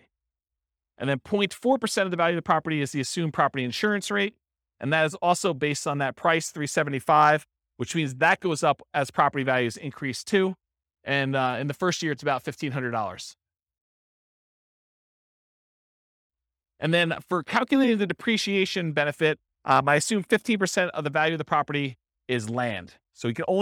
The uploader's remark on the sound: This was a live class recorded